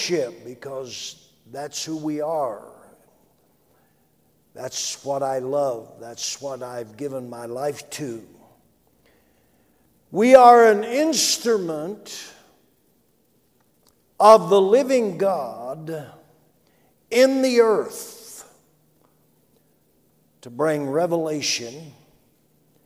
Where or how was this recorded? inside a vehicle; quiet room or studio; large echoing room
large echoing room